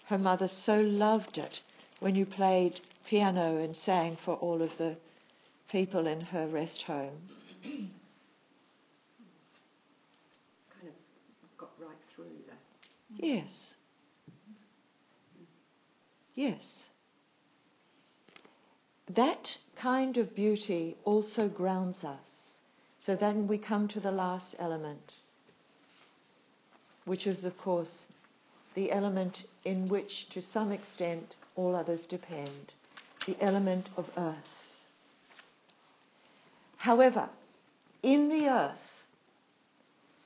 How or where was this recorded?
live audience